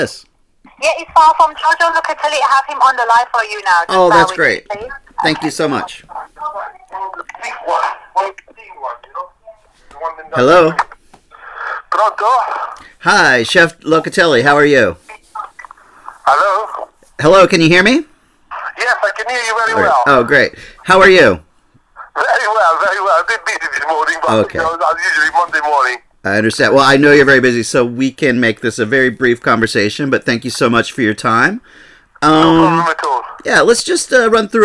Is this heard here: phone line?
yes